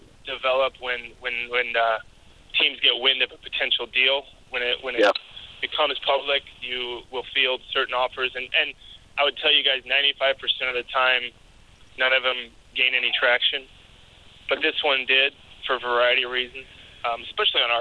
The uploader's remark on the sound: Conference Call